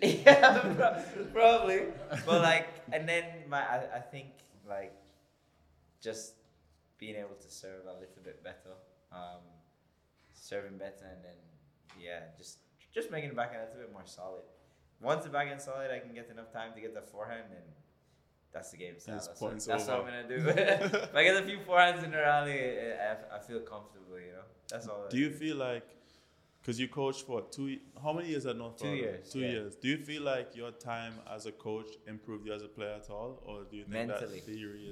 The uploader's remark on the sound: This episode of the Weekly Grind was recorded at the 2023 Panamerican Games in Santiago, Chile.